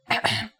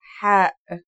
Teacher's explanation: It sounds like the sound you make when trying to cool your mouth and throat after eating something very spicy. The closest English counterpart to the sound is H. The only difference is that it comes from a point deeper down in your throat